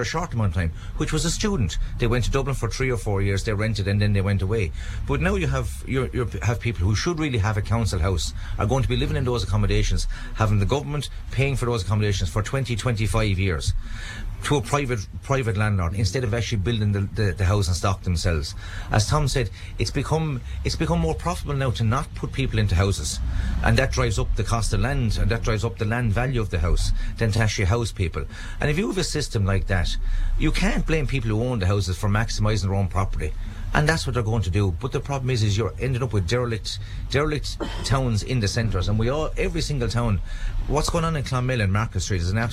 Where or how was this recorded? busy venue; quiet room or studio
busy venue